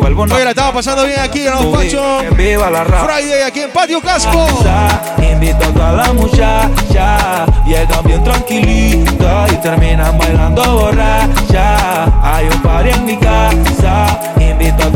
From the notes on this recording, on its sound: Live session crossover, opening at Passion Friday Patio Casco